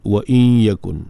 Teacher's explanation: In yakun tu idgham tu berlaku secara naqis, makna tidak sempurna. Karena bunyi gunnah itu masih kekal.